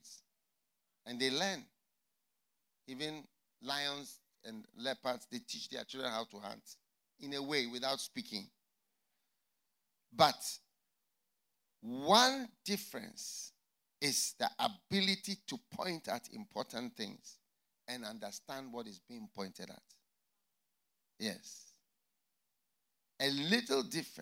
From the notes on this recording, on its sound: Preached at the FLOW Church Service.